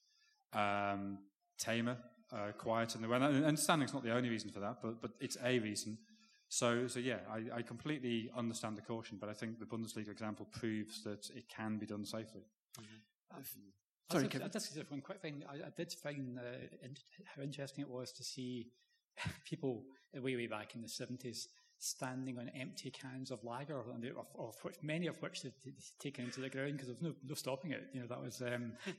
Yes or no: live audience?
yes